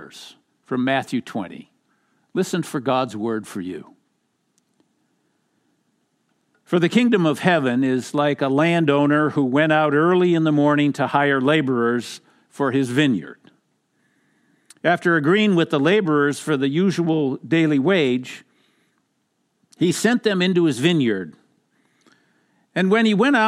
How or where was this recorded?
large echoing room